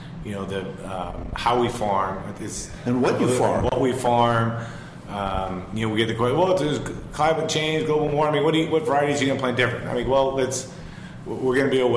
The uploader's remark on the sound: In the fourth installment of the Healdsburg Wine and Food Experience series, live from the Hotel Healdsburg.